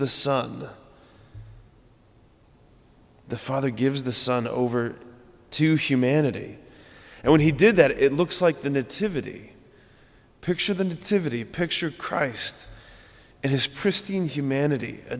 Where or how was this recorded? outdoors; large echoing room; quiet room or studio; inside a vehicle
large echoing room